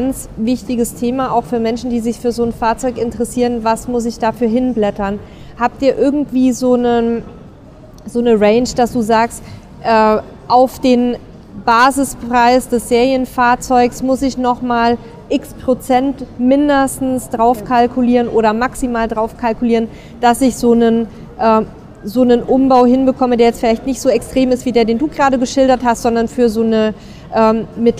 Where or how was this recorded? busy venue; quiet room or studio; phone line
busy venue